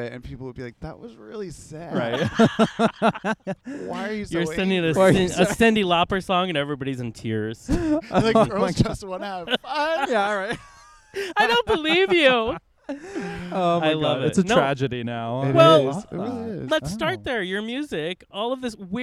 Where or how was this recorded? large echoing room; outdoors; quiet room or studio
outdoors